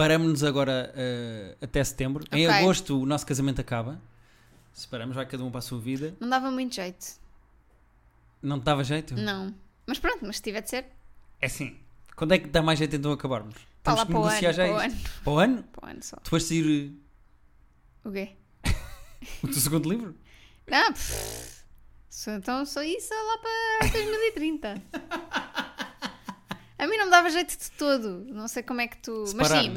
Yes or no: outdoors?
no